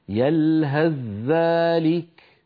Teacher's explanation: لو وصلناها نحولها إلى ذال وندغم الذال في الذال · Term: إدغام الثاء في الذال